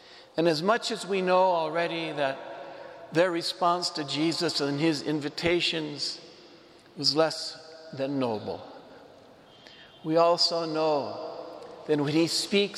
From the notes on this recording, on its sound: Homily preached to the Saint Francis Catholic Community in Cuenca, EC